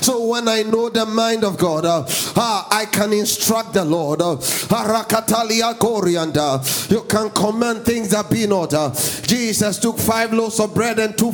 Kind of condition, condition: setting, large echoing room